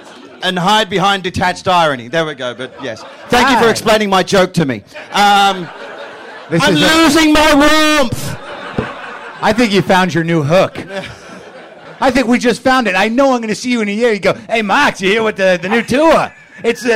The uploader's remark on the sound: this live show at UCB LA